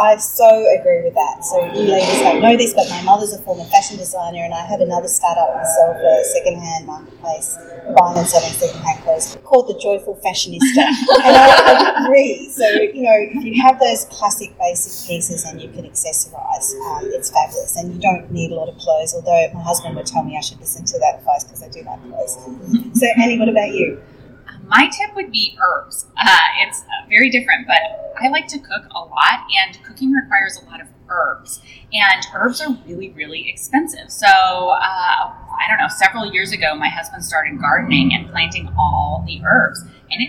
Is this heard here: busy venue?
yes